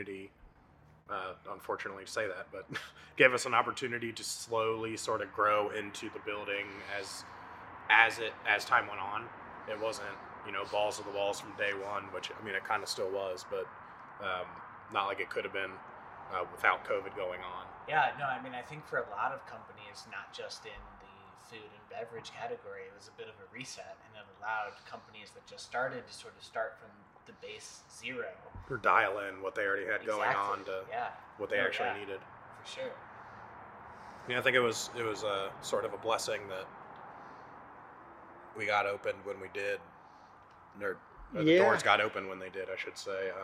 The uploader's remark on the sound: Third Eye Brewing Company in Sharonville, Ohio. This episode was recorded at Third Eye Brewing Company.